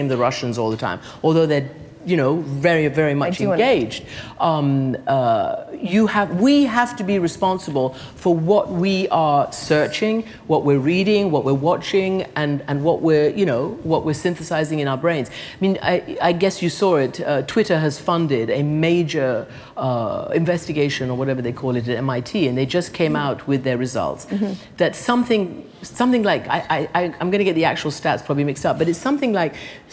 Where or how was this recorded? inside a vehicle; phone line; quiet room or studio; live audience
live audience